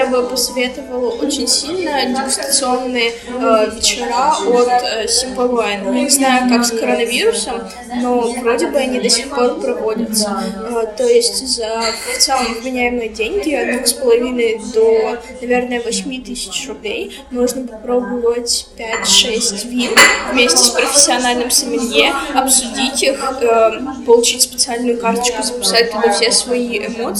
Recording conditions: poor sound quality